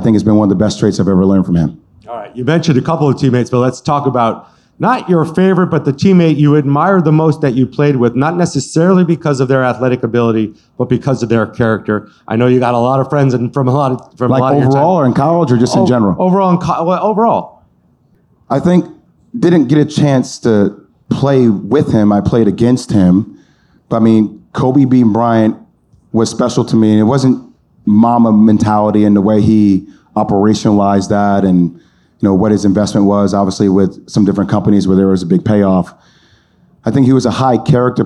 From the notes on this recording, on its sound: Live from the Future Proof Wealth Festival